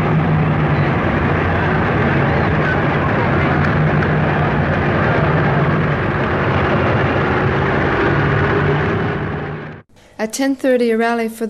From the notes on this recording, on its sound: Sound accompanying Harry M Miller's Queen's Silver Jubilee on 3 Dec 1977 in Queens Street, Brisbane. Thousands of troops blocked the streets for two and a half hours.